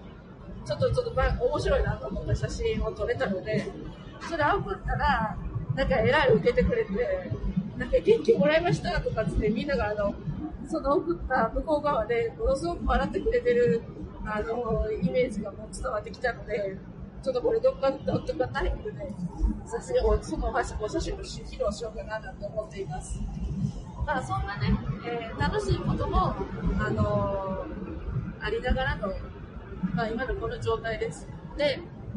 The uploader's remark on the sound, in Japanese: 新幹線の車中で収録をしたので。かなり雑音が入って聞きづらいですが、。